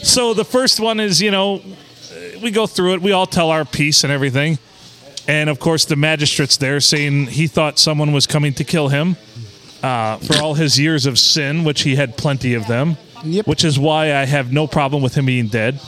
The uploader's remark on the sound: Recorded at the Blue Water Sports Bar and Grill in the lovely town of Port Sanilac.